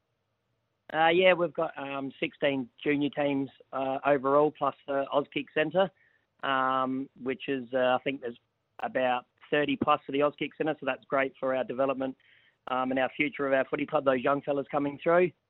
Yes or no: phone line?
yes